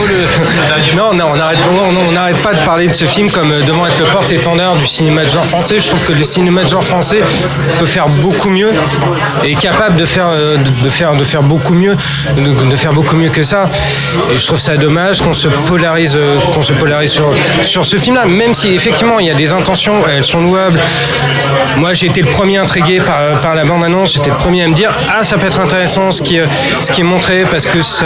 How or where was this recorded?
busy venue